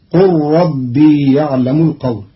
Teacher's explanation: قرأ قالون كلمة قال بضم القاف وحذف الألف وإسكان اللام مع إدغامها في راء ربي